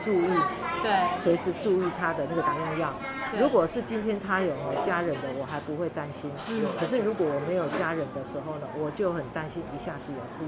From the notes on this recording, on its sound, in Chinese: 跟著團隊來到711小琉球門市進行好鄰居健康教室的活動。當天有絡繹不絕的長輩加入我們的活動。連到訪小琉球的旅客都一起加入篩檢的行列。我們直接在711門市進行收音。